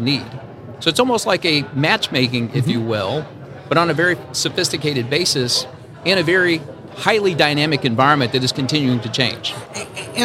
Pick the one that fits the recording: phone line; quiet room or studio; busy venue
busy venue